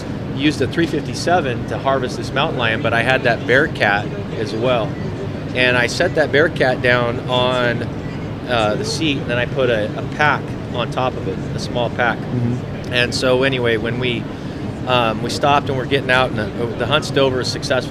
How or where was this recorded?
busy venue